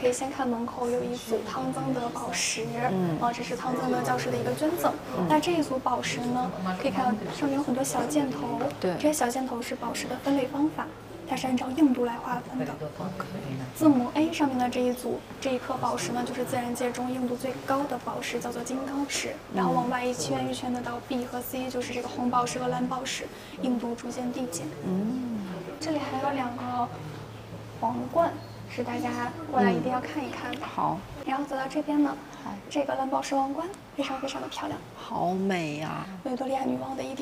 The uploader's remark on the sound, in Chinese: 来自伦敦V&A博物馆现场发回的“声音记录”。节目有环境噪音，已尽量处理。